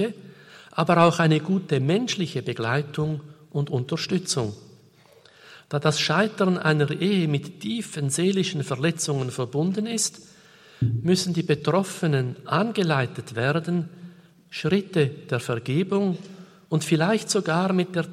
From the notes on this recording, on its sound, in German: Podiumsdiskussion aus dem Jahre 2011 vom Kongress "Freude am Glauben".